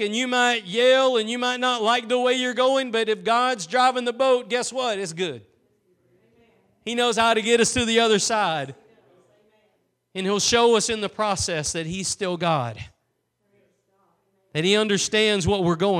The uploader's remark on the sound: Preached at Gospel Lighthouse in Bossier City, La.